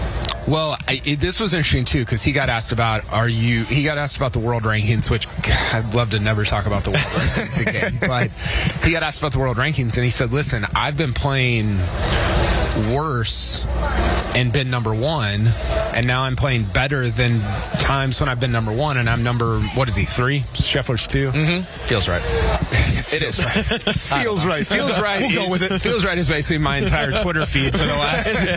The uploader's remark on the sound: To recap Friday's action live from the WM Phoenix Open.